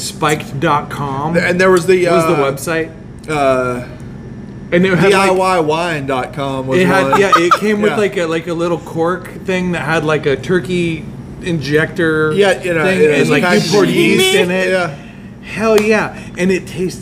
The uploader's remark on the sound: This week we are LIVE from Gusano's Pizza